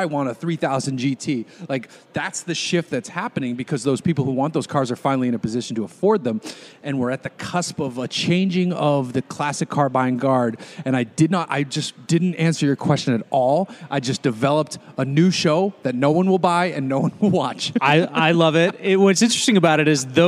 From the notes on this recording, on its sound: We're recording from a brewery - thanks again Four Sons Brewing !